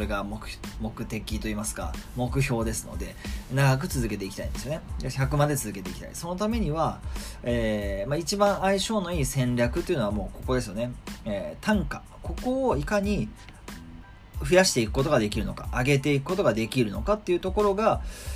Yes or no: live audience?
no